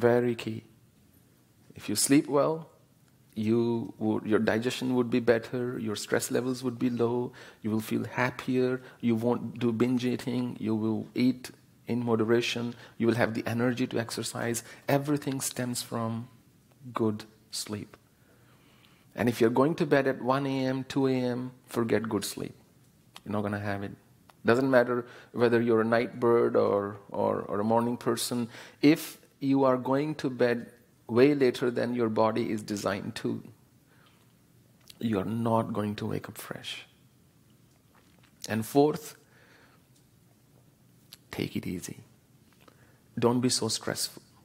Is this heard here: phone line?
no